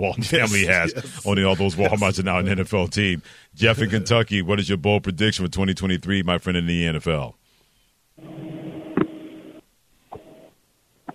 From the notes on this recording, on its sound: We go to the phone and hear some bold predictions from our listeners as well.